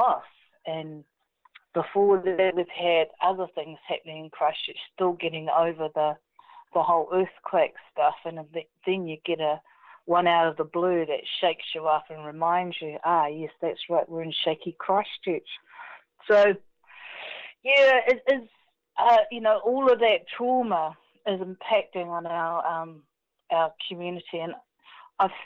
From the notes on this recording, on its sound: Recorded in the first days of the New Zealand Covid19 Lock down. Interviews contacted over the telephone.